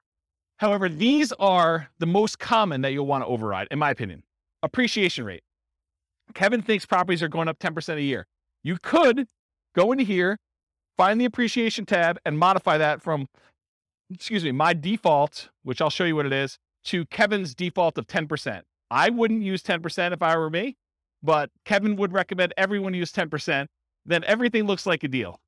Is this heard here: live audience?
yes